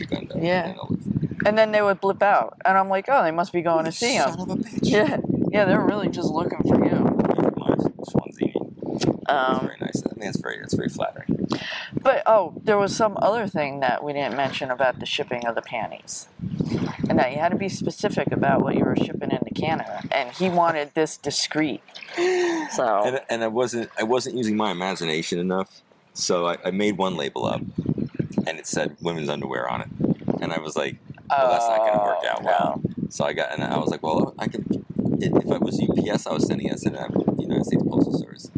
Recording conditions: wind noise